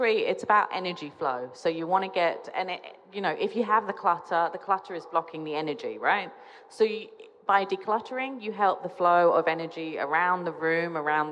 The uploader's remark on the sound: at the Dubai Home Festival 2020 at Nakheel Mall, The Palm